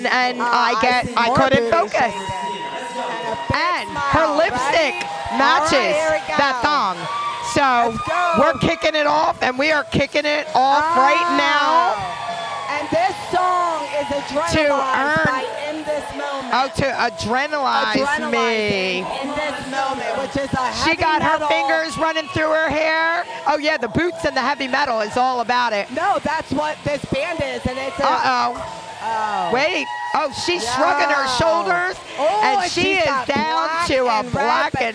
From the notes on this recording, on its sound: It's Tuesday LIVE from Hedo on the main stage, for the Strip Tease Competition.